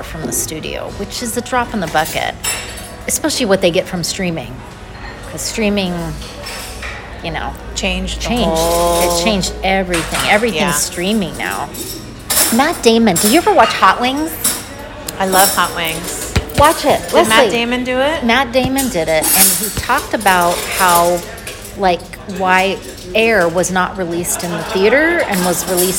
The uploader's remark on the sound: We’re back and broadcasting live from the Lodge at Pebble Beach celebrating our birthday boo and dishing on the latest celeb gossip!